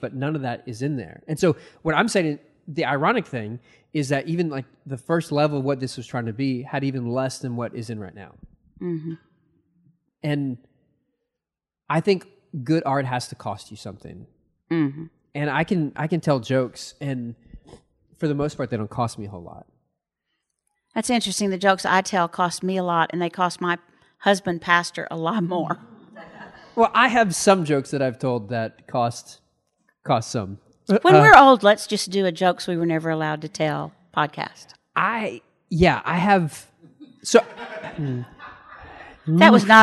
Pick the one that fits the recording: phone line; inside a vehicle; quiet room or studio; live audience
live audience